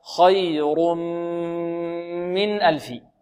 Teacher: بغنة، لأن الميم من حروف ينمو، حروف ينمو، إدغام بغنة، هكذا خي رم رم. التنوين يصير ميما بإدغام في الميم، ينقلب ميم ويدغم في الميم، هكذا خير من ألف.